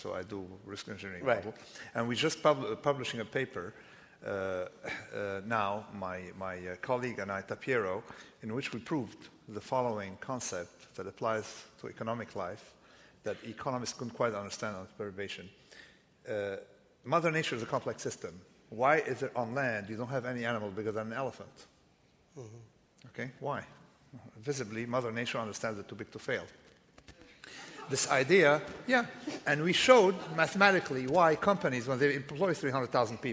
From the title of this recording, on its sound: LIVE from the NYPL